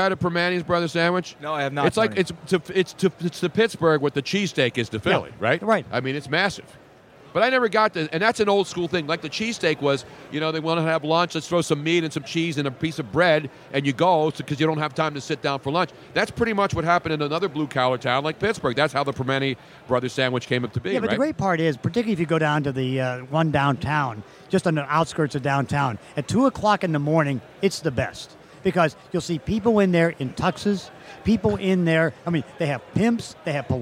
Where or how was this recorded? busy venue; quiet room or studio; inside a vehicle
busy venue